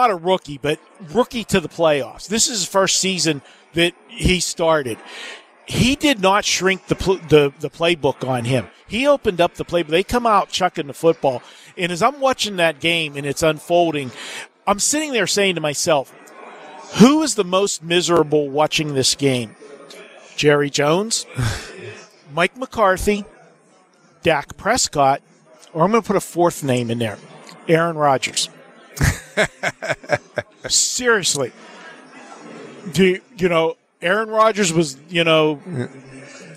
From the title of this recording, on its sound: Live From the Super Book at Westgate Las Vegas